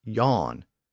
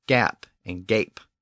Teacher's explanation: The hard G shifted to a Y in English and produced yawn, but the Vikings kept the hard G and gave us gap and gape.